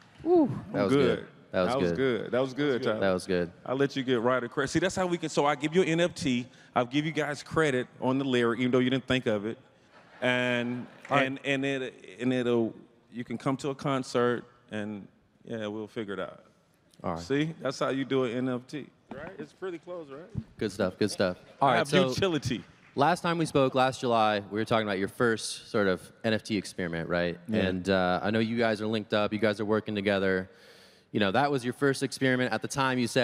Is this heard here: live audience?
yes